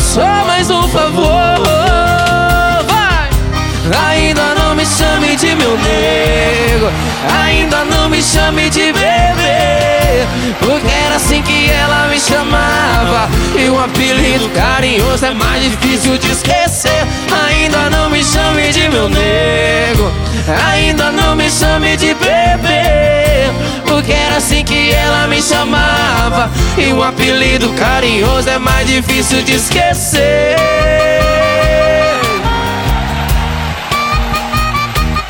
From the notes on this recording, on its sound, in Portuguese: Álbum gravado ao vivo